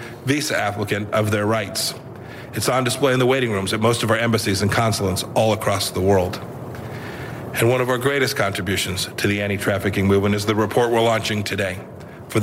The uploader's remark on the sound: live from the New York Stock Exchange